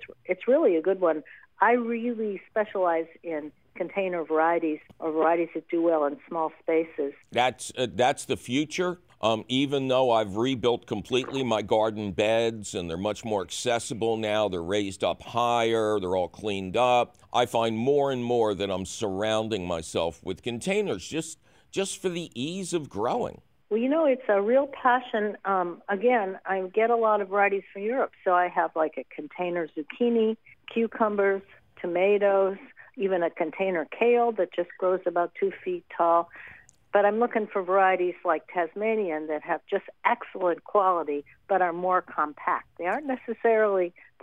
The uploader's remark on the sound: As always, we take your fabulous phone call questions.